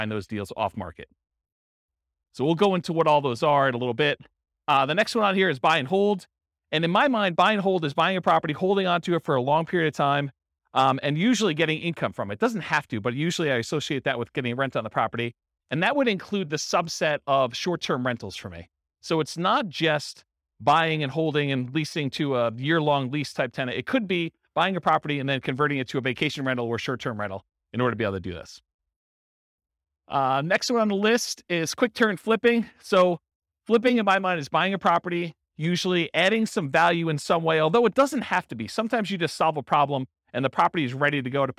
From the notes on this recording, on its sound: This was a live class recorded. St Paul, Minnesota.